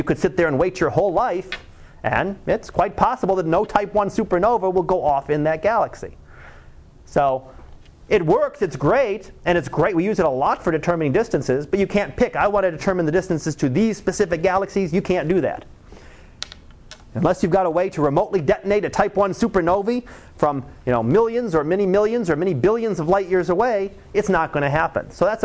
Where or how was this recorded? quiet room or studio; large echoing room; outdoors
large echoing room